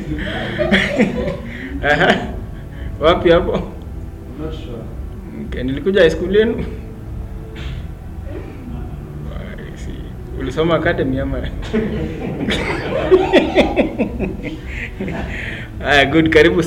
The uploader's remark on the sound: A verse by verse study with a live class held at Sirikwa Pentecostal Fellowship Eldoret on 22 August 2021.